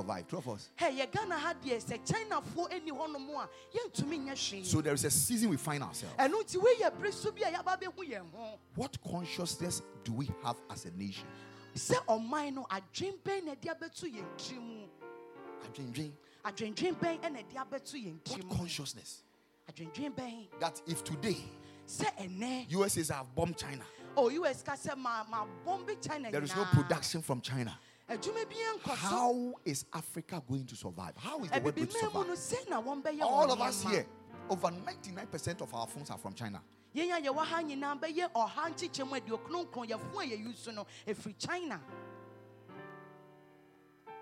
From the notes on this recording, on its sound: Preached at the Royal Service.